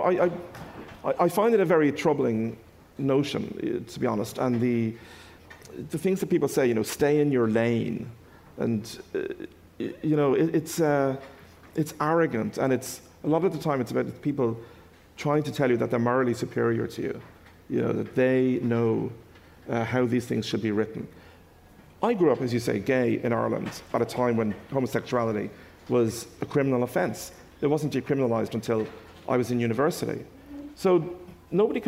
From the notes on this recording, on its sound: Hay festival special. Highlights from the annual books festival held in the Welsh town of Hay-on-Wye.